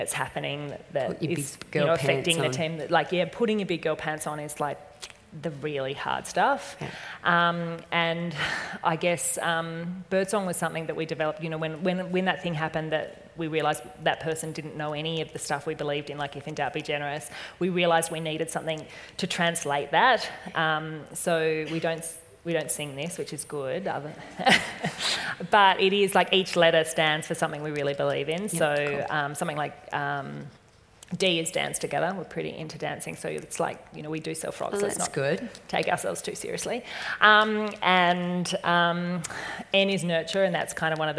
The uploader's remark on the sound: This weeks episode is a little different, it's a Live Recording! At The Huddle event in Orange in Feb 2020.